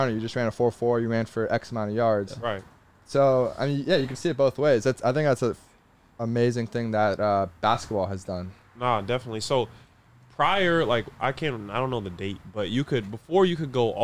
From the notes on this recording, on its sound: joins the boys in the truck